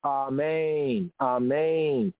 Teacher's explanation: The Ashkenazi, the Eastern European Gomorite Yehudi, they pronounce it as an aw. The accent in both cases is on the second syllable, amen, amen.